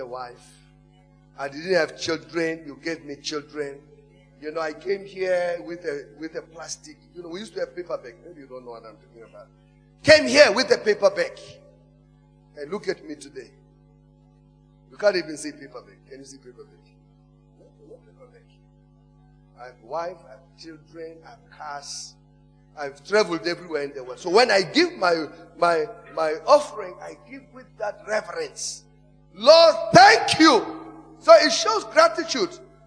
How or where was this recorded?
large echoing room